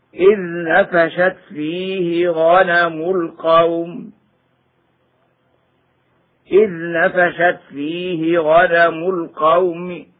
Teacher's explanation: فيه، نقول غنم القوم وكنا لحكمهم شاهدين بدون مد، وعلى ذلك فعند الوقف بالروم يكون الروم بدون مد في عارض اللين